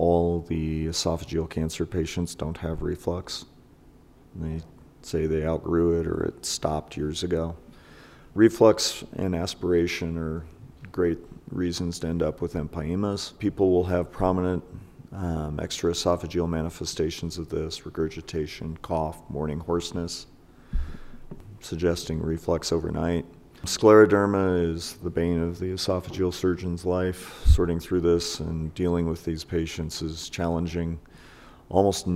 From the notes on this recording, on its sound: recorded Sunday, September 12, 2021, during the CORE conference in Salt Lake City, Utah - USA